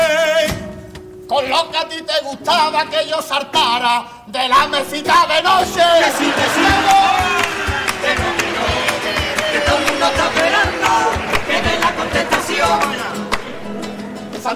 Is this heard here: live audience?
yes